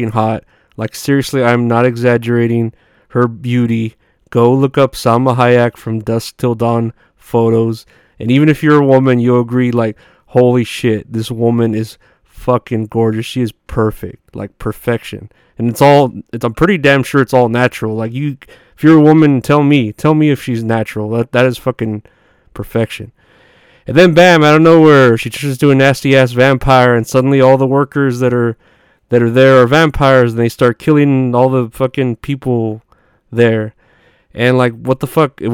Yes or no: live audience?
no